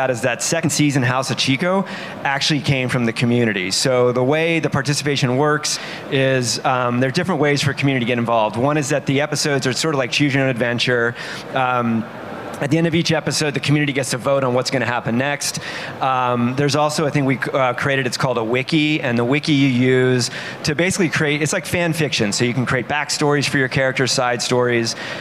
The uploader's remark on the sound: live at Consensus 2023 in Austin, Texas